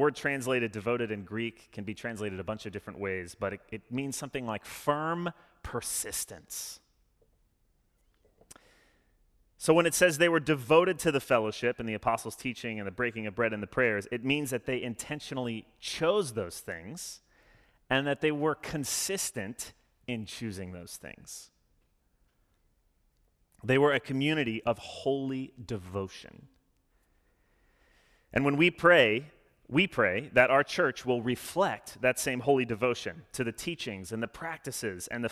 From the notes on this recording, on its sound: Sermon delivered Sunday, October 17, 2021. As an Anglican church, we follow a liturgy every Sunday which allows us to participate in worship together.